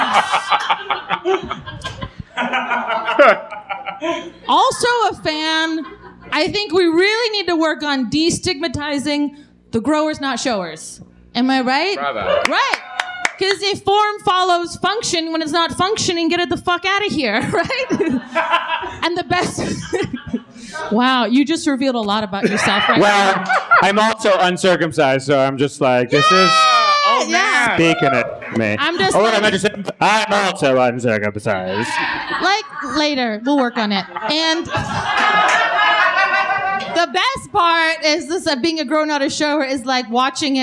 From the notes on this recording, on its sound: First live show at Akbar in Los Angeles.